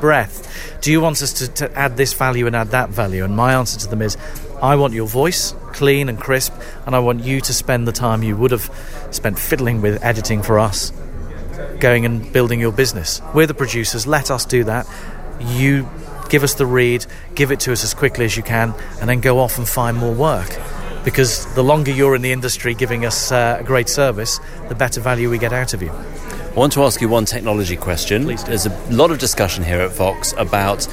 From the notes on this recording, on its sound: Earshot Creative Review at Vox 2013. For the first show in the new run we’re at Vox, the annual conference for voiceovers.